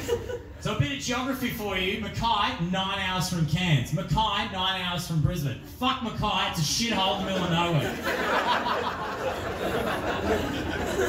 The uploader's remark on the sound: This was record as part of my live show Backfired earlier this year.